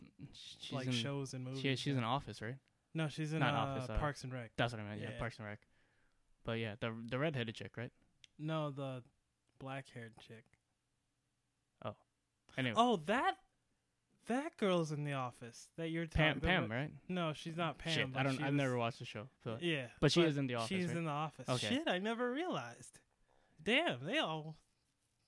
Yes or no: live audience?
no